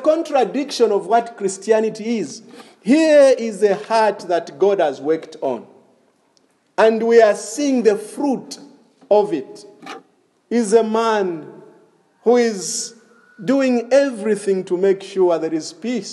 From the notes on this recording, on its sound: This is a sermon preached in the evening of August 1, 2021 at Crossway Baptist Church